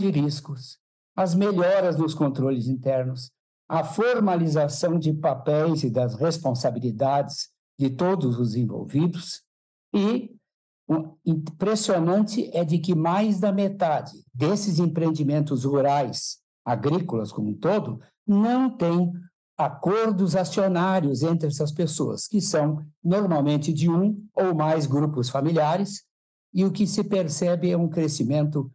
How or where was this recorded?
video call